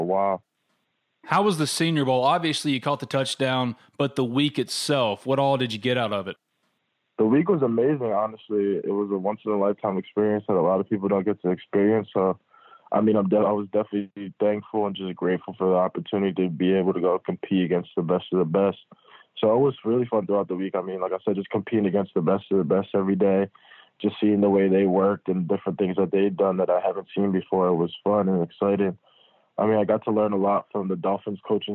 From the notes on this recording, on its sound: on the Modern Woodmen phone line